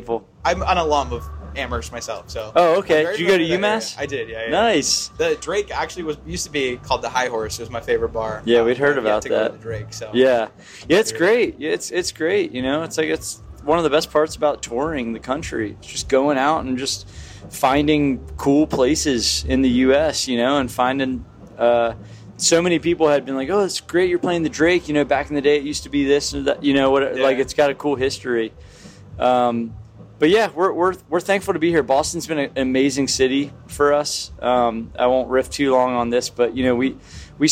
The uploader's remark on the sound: Live from In Between Days Festival. Live from In Between Days Music Festival.